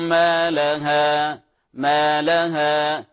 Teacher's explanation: الألف في نهاية الكلمة لا نخطفها كأنها هاء مفتوحة